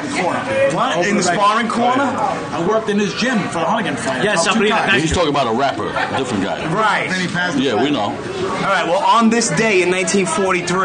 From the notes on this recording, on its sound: Live from Rosa's Pizzeria in Queens. Wind up at 2 different pizzerias in Queens recording.